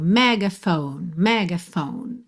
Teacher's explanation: Megaphone, não pronuncia o F final, tá bem? A sílaba tônica é a primeira, mas a gente acaba tendo assim uma semitônica, né? Um outro ponto de apoio aí no meio.